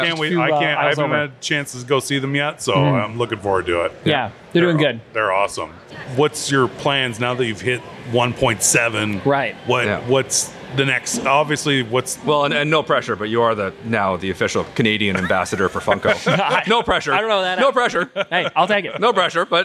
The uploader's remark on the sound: We were LIVE at Niagara Falls Comic-Con